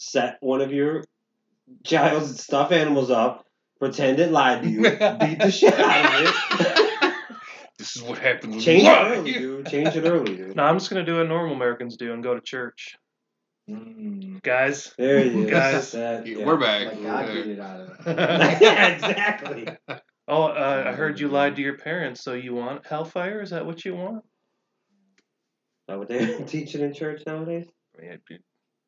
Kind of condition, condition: fault, poor sound quality